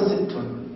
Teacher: الدال والسين يقلبان الى تاء، نقول ستون